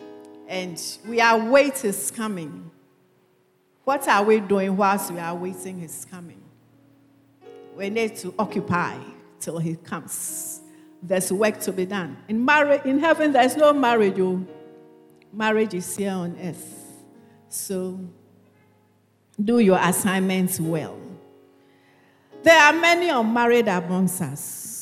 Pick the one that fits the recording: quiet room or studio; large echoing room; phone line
large echoing room